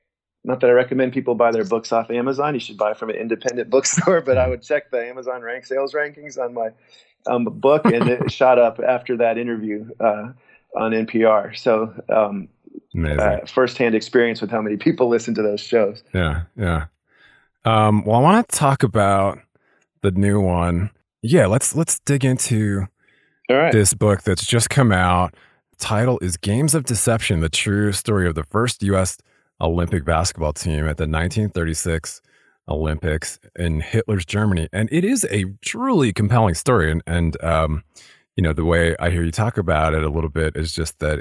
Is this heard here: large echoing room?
no